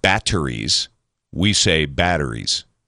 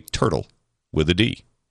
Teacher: oftentimes most Americans pronounce words that have double T's as double D's. Instead of batteries, we say batteries.